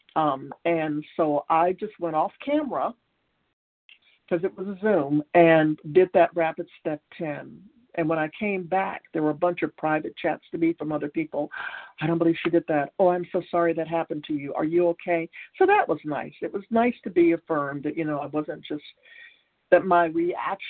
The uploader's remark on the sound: Qualification from the 100 Pounders Phone Meeting.